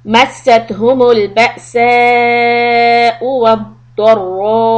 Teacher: And then we do four harakat on مَدِّ مُتَّسِلْ مَسَّتْهُمُ الْبَأْسَاءُ وَالضَّرَّاءُ Again, we do the raw heavy and four harakat mad